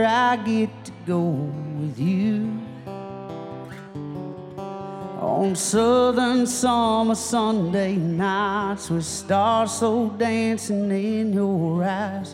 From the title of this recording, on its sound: Rounds At Live Oak In Nashville